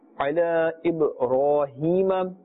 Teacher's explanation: Ra has a fatha and therefore it's pronounced with a full mouth.